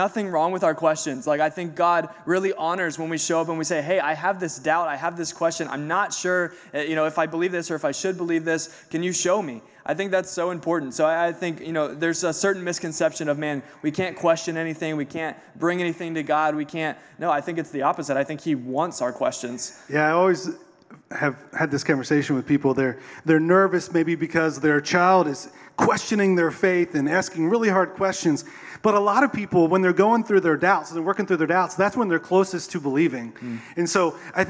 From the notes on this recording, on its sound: The Day We Recorded a Podcast Live on Stage. It is our first episode in front of a live audience!